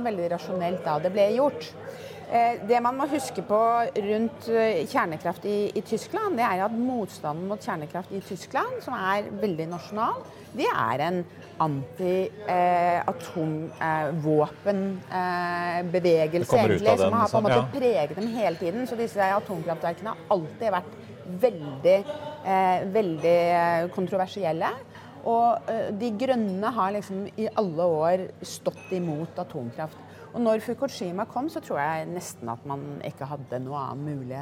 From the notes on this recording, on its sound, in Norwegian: Live fra Pareto-konferansen.